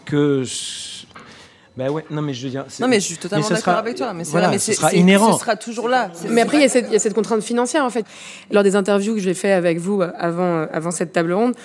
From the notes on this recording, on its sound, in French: Enregistrée en public à la pâtisserie Tapisserie.